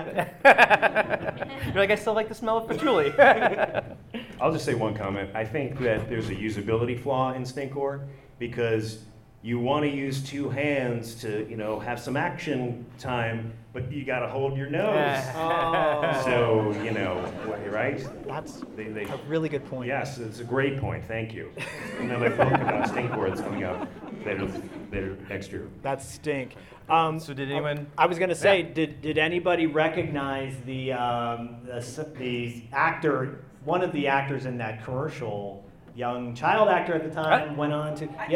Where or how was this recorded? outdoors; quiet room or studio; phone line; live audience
live audience